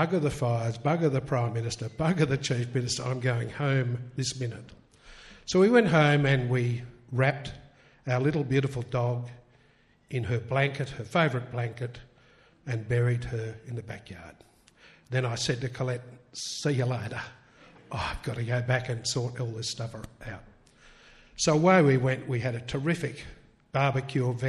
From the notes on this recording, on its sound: Recorded live at Mt Stromlo Observatory, Canberra on January 18 2013. 666 ABC Canberra.